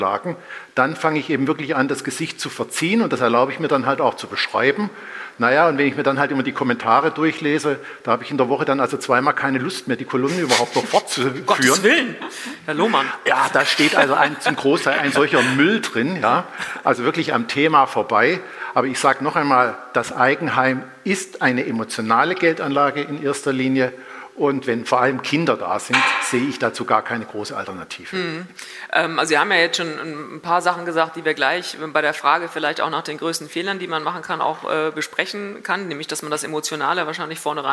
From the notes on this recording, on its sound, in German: live vom F.A.Z.-Kongress